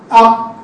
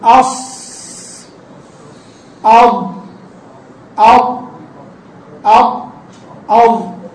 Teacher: تجد يعني كأن أكثر اللسان يرتفع إلى فوق، ولذلك يأخذ الصوت، يخرج الصوت بتفخيم عالي · Shown in: second take · قالوا فيصير الحنك كالطبق على اللسان، يعني يصير الحنك على اللسان زي الطبق كده مطبق عليه. · Term: الإطباق